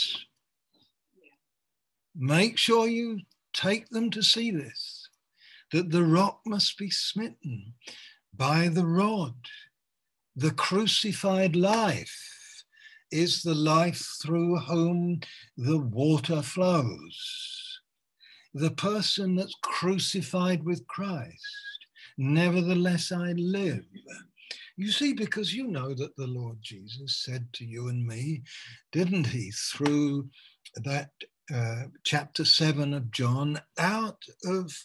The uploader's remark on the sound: Malaysia Meets (Zoom)